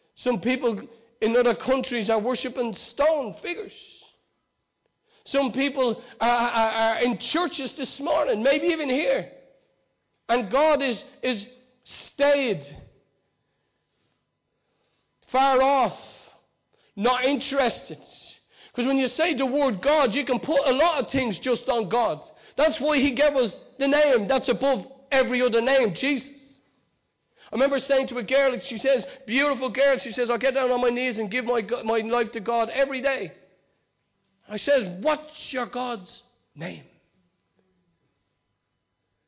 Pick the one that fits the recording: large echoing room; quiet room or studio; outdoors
large echoing room